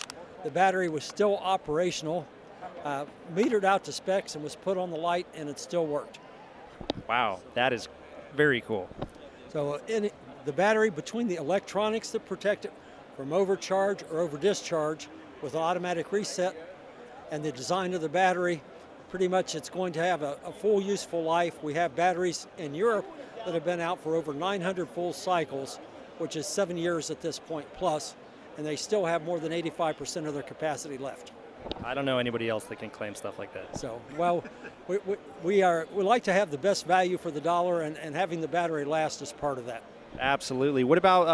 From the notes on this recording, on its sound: Live from the NAB Show floor